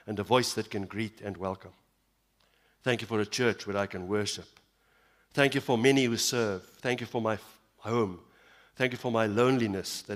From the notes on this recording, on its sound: Evening Worship Service - 18 September 2022